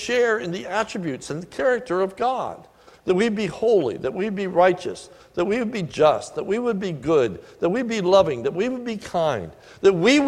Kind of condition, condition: setting, large echoing room